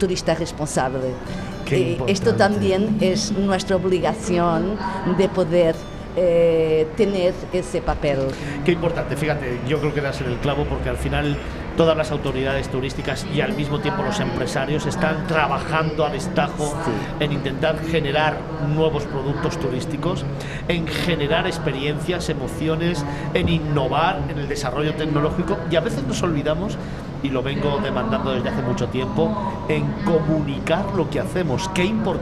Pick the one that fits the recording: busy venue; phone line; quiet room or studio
busy venue